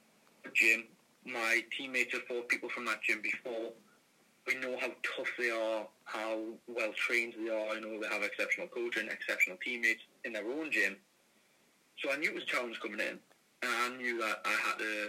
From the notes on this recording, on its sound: via a phoned in interview